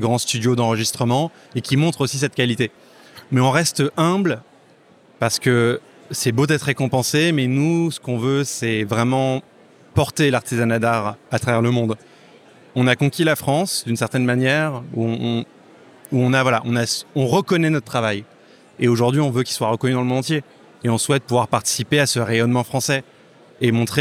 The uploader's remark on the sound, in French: Enregistré au salon des industries créatives We are French Touch à Paris.